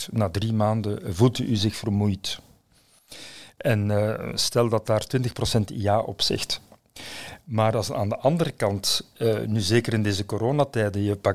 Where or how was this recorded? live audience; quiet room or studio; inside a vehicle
quiet room or studio